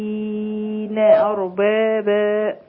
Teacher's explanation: والنبي ست حركات ثم أربع حركات لو بنقرأ بتوسط البدل